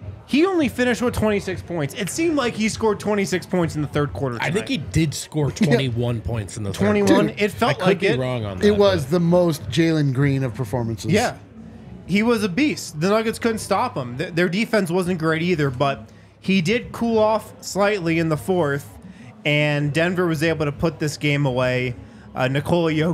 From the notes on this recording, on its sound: come to you LIVE from the DNVR bar